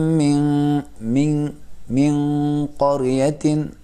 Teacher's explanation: تو قاف جو بعد والا حرف نون اور تنوین کے بعد، نون ساکن اور تنوین کے بعد جو بھی حرف آئے گا، وہ اگر موٹے حروف میں سے ہو، بھاری ادا تلفظ ہونے والے حروف میں سے ہو، تو نون اور قاف کو ناک میں ڈالتے ہوئے گنہ کرتے اس کو بھی بھاری کرنا پڑے گا